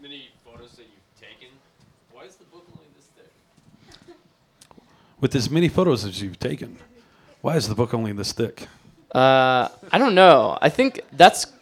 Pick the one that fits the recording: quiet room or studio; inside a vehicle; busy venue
busy venue